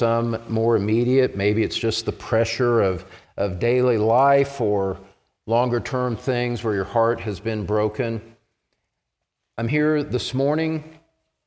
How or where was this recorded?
large echoing room